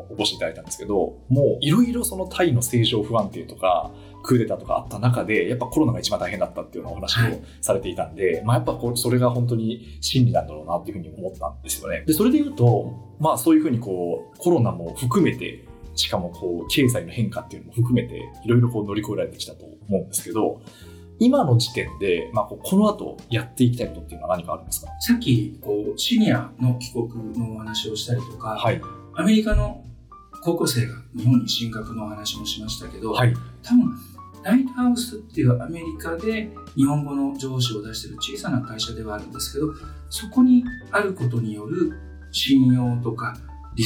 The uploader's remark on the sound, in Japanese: 収録時のトラブルのため、普段よりも音質が悪くなっています。